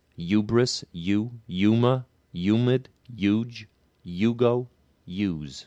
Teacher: any word that begins with hue, drops the H and you just get you · Term: H dropping